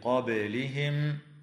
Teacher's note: وتقلقل الباء في كلمة قبلهم